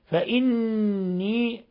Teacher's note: نون مشددة حرف غنة مشدد يغن مقدار حركتين